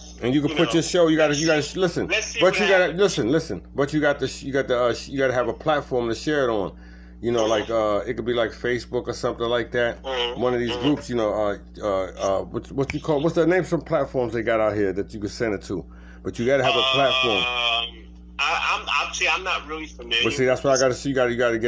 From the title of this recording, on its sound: Phone Chat